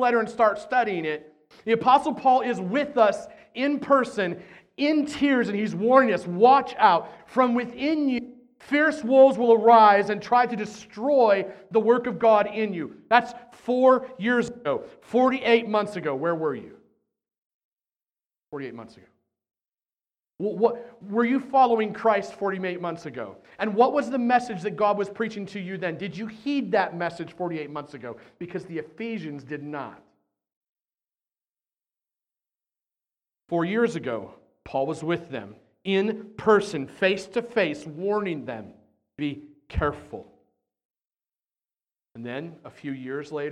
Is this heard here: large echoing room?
yes